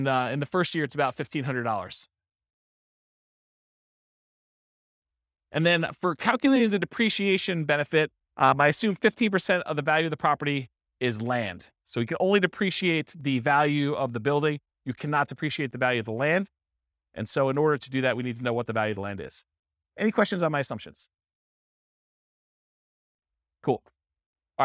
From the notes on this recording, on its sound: This was a live class recorded